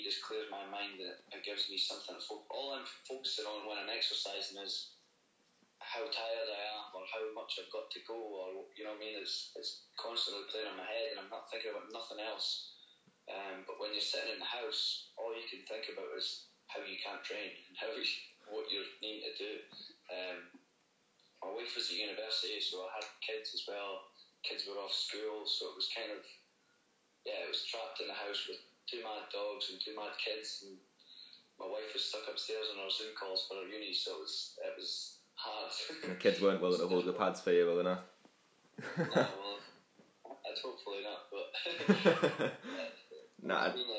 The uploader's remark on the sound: via phone call